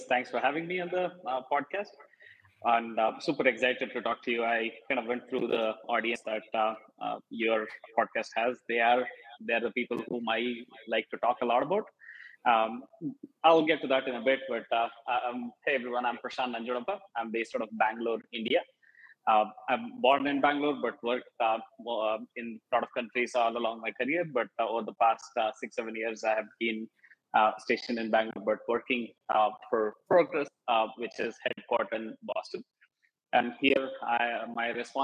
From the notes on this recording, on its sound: We apologize for the poor audio at the beginning of this episode - we're not sure what happened, but it does improve as the episode progresses.